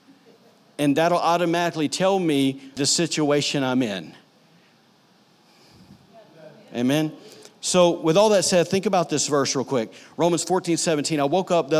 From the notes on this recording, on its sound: recorded on Sunday, September 2, 2018, during services at The Anchor Church in Rockport, Maine